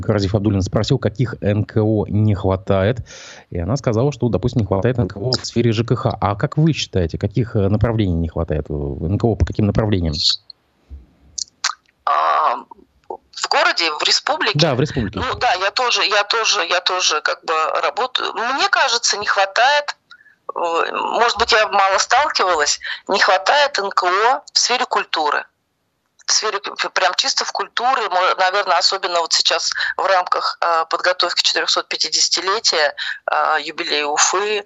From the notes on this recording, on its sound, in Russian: По телефону